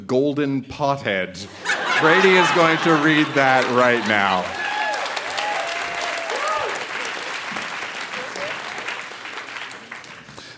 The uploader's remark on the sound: Recorded live at the Park Theatre in Winnipeg, MB.